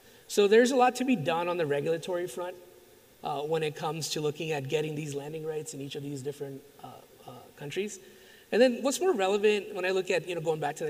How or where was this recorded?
live audience